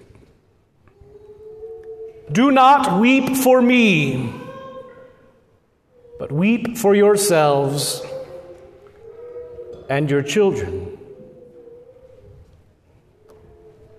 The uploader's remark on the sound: at Good Shepherd Lutheran Church in Lincoln Nebraska